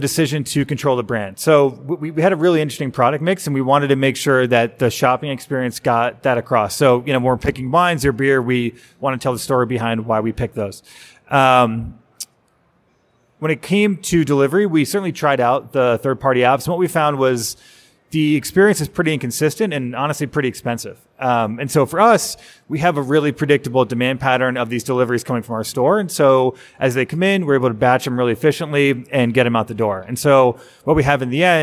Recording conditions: live audience